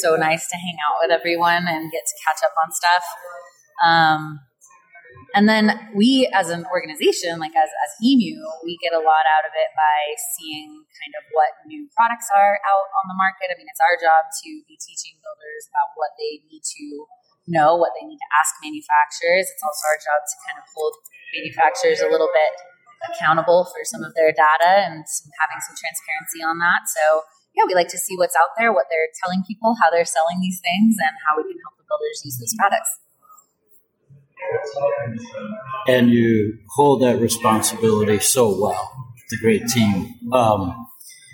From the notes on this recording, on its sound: recorded at the Passive House Network Conference